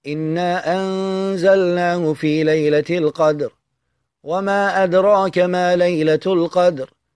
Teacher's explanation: فبقراءة الحدر وبمرتبة الحدر يطال المد الجائز بمقدار حركتين. أما إذا قرأناها بطريقة الترتيل وهي أو التدوير، وهي دائرة ما بين البطء والسرعة، فيطال بمقدار 4 حركات. · Term: المد المنفصل